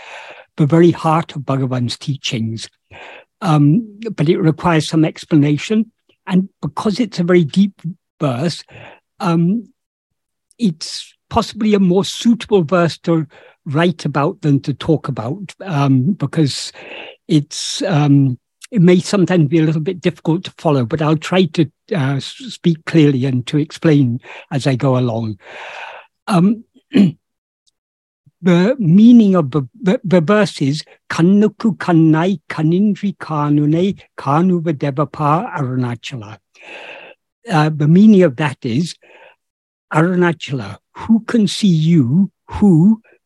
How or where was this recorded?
video call